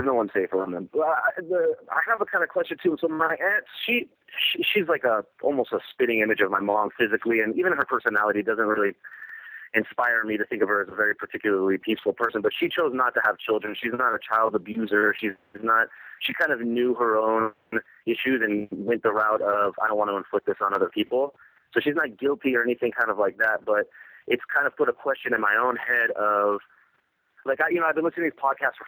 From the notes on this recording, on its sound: Wednesday Call In Show.